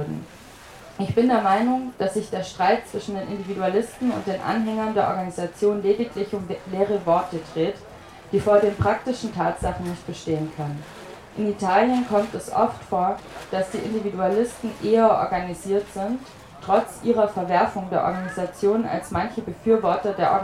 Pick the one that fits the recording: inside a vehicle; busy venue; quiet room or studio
busy venue